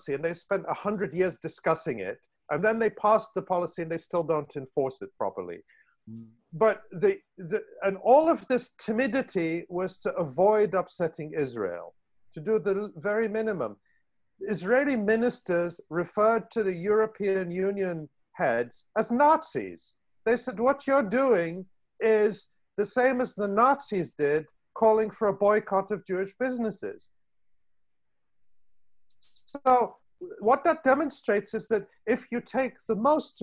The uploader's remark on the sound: In part one of this two-part online event. This event was held online via Zoom.